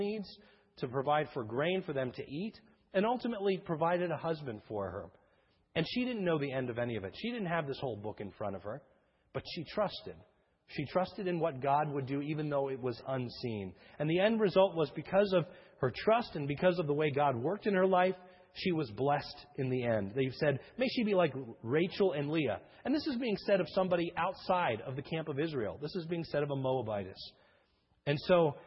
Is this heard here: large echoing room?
yes